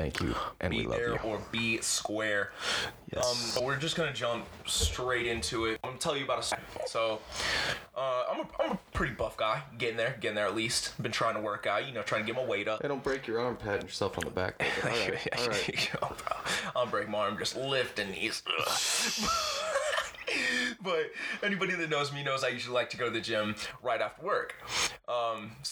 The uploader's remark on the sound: The guys push through technical difficulties in the first two minutes (bare with us).